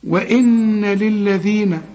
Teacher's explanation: وان النون دي هنغناها حركتين